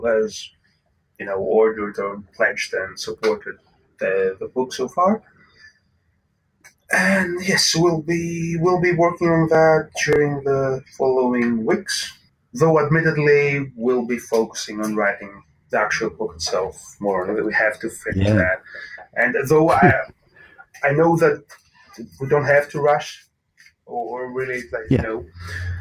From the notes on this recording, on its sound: Apologies for the drop in sound quality during this interview, sometimes there are issues that are beyond our control.